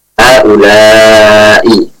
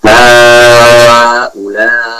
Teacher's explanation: boleh wakaf dengan raum dengan melemahkan suara i, ya, suara kasrah pada huruf terakhir dari kalimat tersebut.